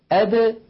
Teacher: بالتباعد بين طرف اللسان وما يحاذيه من مخرج الدال · Term: القلقلة